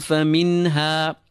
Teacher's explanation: This is izhar uh, a clarity or clarification of the noon. We do not apply hunna to this noon. Um, ha is one of the letters of the throat.